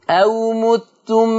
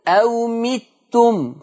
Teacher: قرأ ورش عن نافع بكسر الميم · Shown in: second take · يبقى حفص هيضم متم.